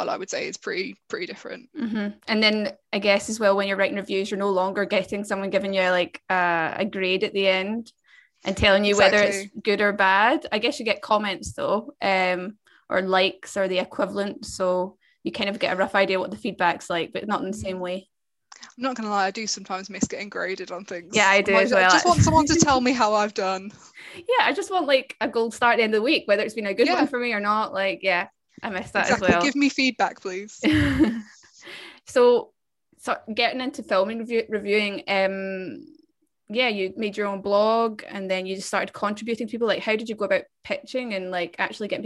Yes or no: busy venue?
no